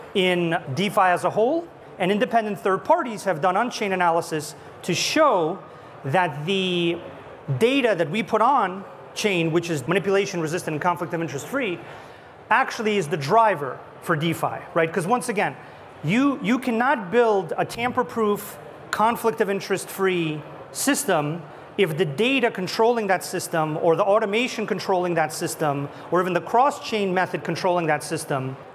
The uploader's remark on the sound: A Consensus 2023 panel.